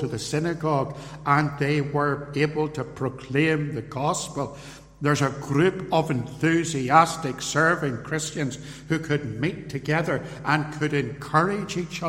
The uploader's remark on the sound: recorded at Templepatrick Reformed Church